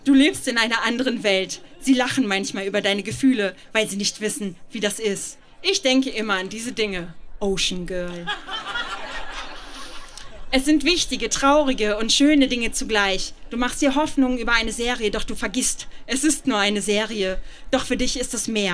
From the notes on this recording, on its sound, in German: Ausschnitte aus der Veranstaltung auf dem Flux Bergfest 22.08.2018 im FluxBau, Berlin. Liveshow auf dem Flux Bergfest 22.08.2018 im FluxBau, Berlin. Heißen Dank an den FluxFM, unser tolles Publikum.